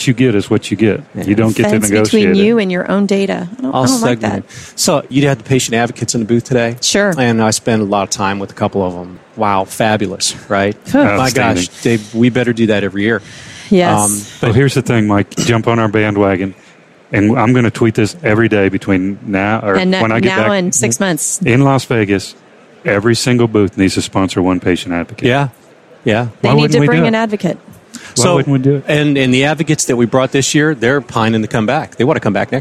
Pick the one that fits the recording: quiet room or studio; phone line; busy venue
busy venue